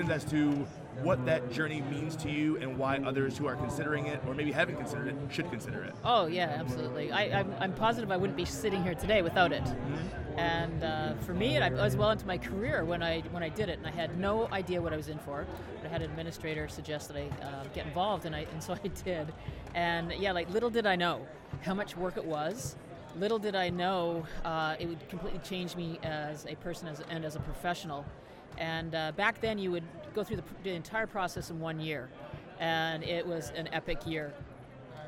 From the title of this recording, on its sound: Live from SHAPE Nashville Day 2!